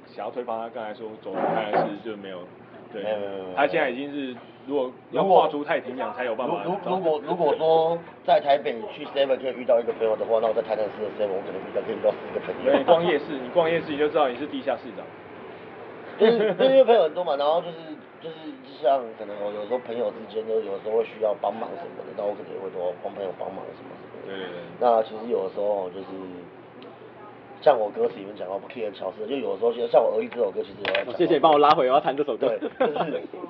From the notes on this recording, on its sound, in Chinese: Anchor。錄音地點：台南 牽咖啡 Chen Coffee。